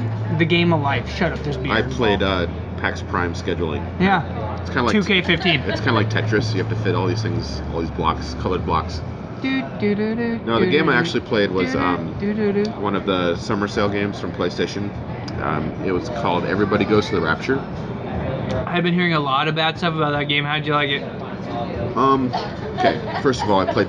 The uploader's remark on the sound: Come live to you from Barrel Mountain Brewing in downtown Battle Ground, Washington.